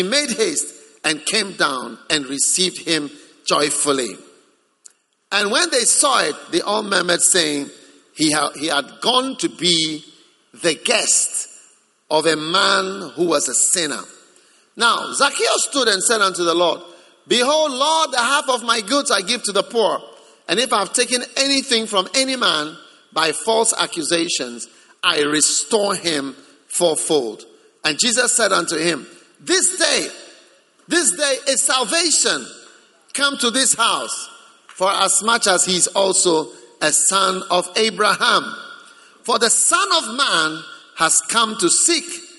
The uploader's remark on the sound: Preached at the Prophetic Encounter Service.